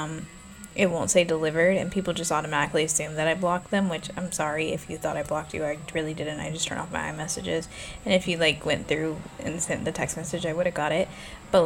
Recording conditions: background noise